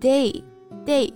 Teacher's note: 首先它的第一个音节是发双元音 A 的音